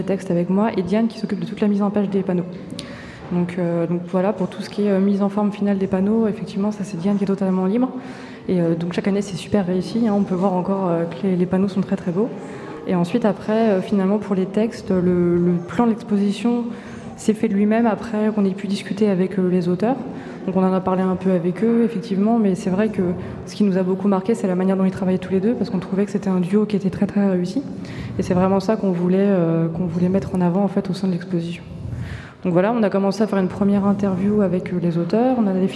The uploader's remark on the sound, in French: Festival A Tours de Bulles 2021. Retrouvez les interviews réalisées par l’équipe bénévole d‘A Tours de Bulles sur le plateau radio en direct du festival !